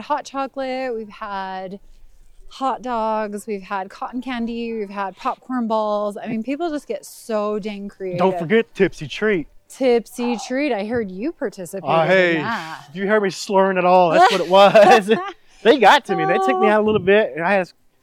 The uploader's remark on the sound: Live in the streets of Daybreak for Halloween 2023. They visit a backyard haunted maze.